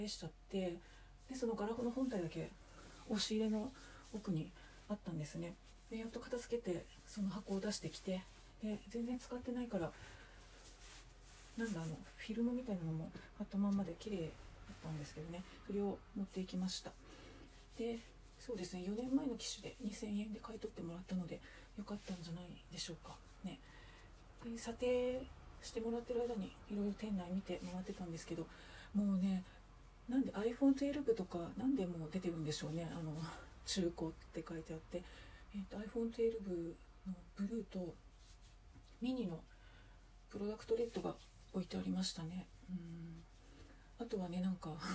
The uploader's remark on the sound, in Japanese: 拭き掃除しながら収録してごめんなさい